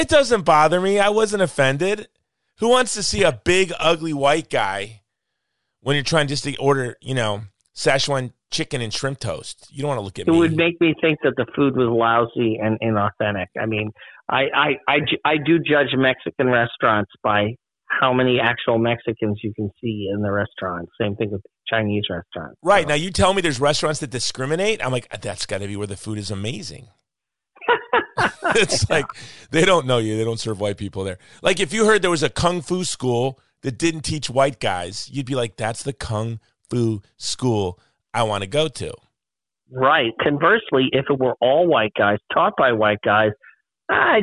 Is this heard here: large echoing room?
no